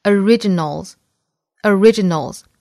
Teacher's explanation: 还要注意最末尾的 S 读浊音